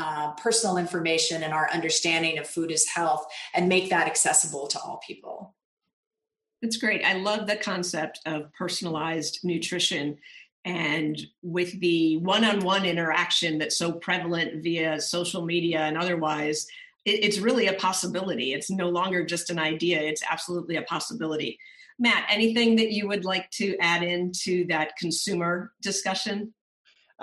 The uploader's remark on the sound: Live from the FOOD IS HEALTH Digital Forum